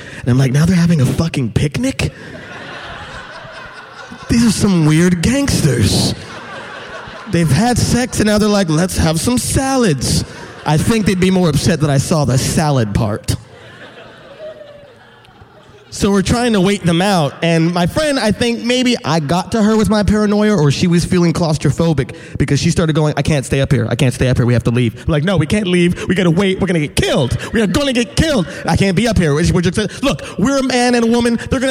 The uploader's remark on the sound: Live From Portland! Share stories at the Bridgetown Comedy Festival in Portland, Oregon.